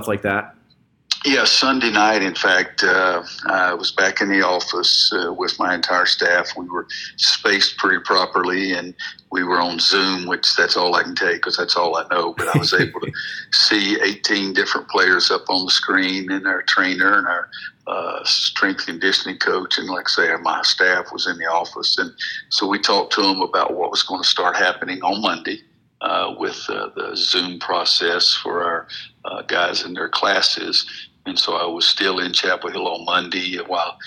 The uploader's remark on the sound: spoke over the phone